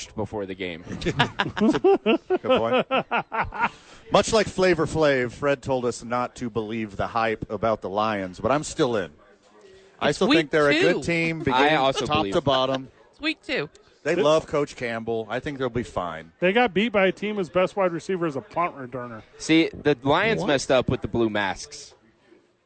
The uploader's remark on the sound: The Bois are live from Howie's Sports Page.